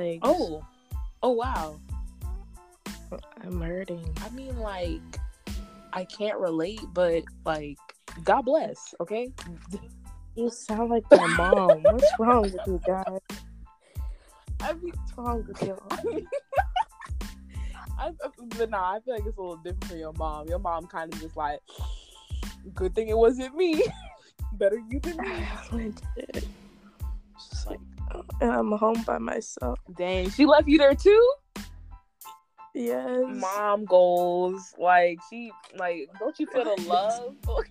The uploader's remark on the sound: sorry for the audio cut outs and the audio drops